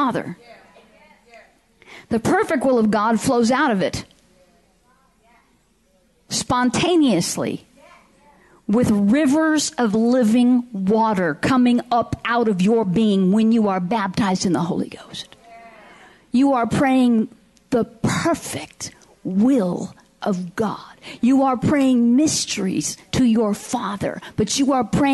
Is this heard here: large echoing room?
yes